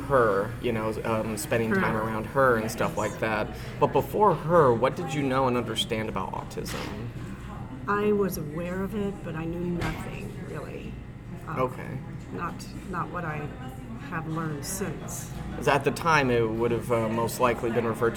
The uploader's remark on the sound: Apologies for the loud background noise.